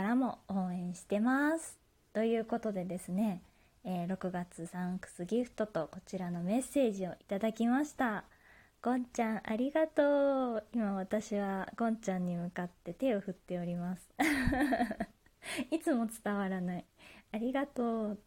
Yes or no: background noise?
yes